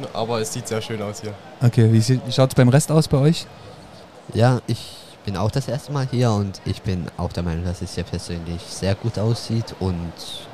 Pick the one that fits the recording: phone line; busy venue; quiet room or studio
busy venue